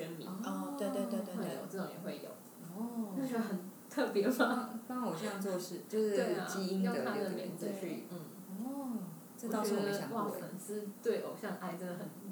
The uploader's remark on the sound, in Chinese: 雖然是在獨立的室內空間錄音，但是還是收到很多環境音，還請大家見諒